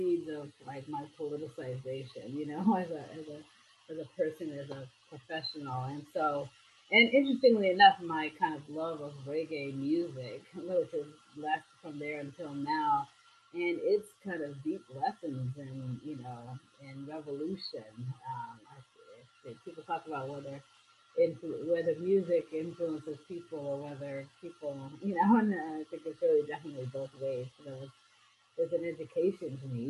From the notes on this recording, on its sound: While she was in Gulf Coast Mississippi celebrating their Solar for All Project. Although we had a bit of trouble with our audio during our conversation.